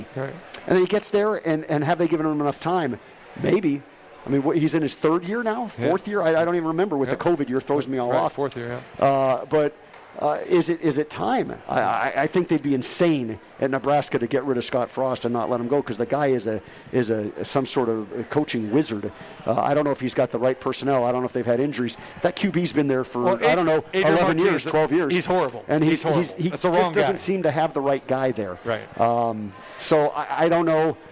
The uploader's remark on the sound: Live From The Cosmopolitan of Las Vegas